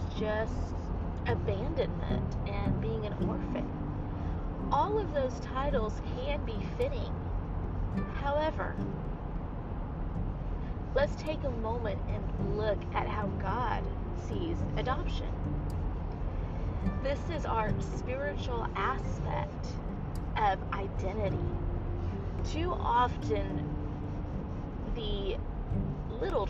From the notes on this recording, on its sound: It is recorded on a drive so it has a little bit of an extra flair to it.